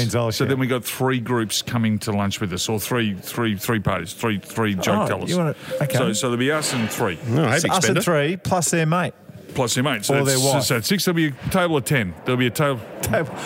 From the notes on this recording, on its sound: We're live in the pub today, having a couple of quiet beers. Live from the Burvale Hotel in Melbourne.